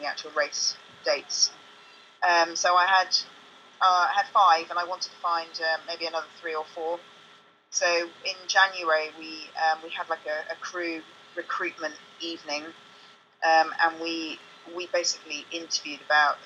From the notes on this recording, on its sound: The sound quality is the best we could get as we were experiencing technical difficulties during the call to London.